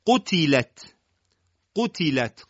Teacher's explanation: قاف درشته ولی تا و لام و تا ساکنه حالت استفال دارن